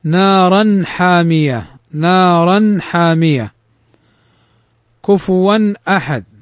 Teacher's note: وهذه الحروف الستة حروف حلقية، وقلنا الإظهار فيها بأن نظهر النون وأن نظهر الحركة الثانية ولا نضغم ولا نخفي